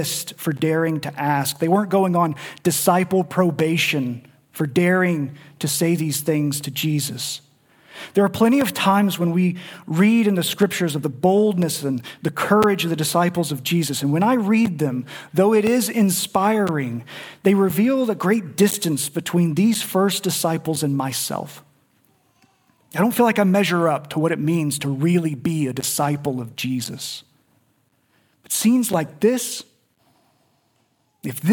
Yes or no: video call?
no